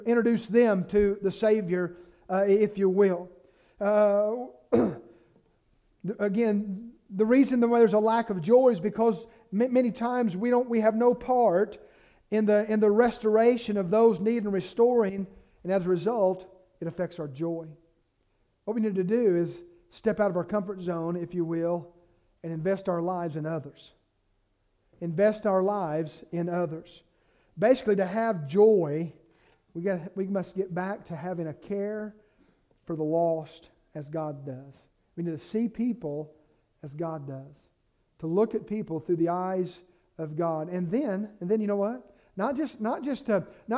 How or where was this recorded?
large echoing room